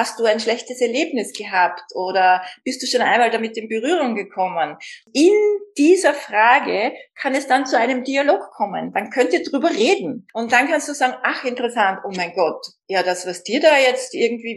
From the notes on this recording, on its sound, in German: Ein Insta Live aus Kalifornien!